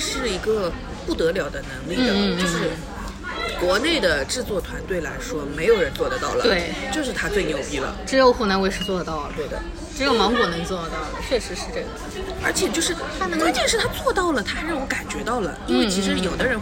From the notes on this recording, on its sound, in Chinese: 本期节目在火锅店录制，手机就放在了火锅旁边，可能会听得一耳朵油，先说抱歉。鼎王无老锅。